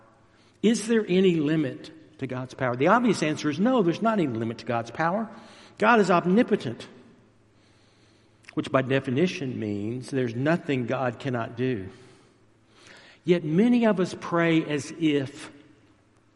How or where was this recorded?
large echoing room